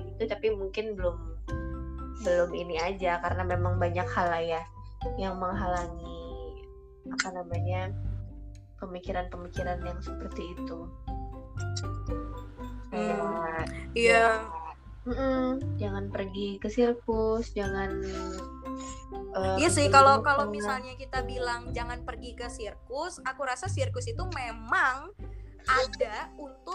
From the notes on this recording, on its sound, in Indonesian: Episode kali ini direkam jarak jauh, jadi banyak percakapan yg mungkin hilang sebagian karena keterbatasan perangkat.